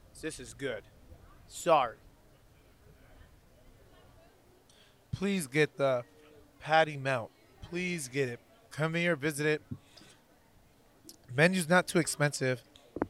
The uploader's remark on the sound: Thank you to The Yard at Ivanhoe District for allowing us to record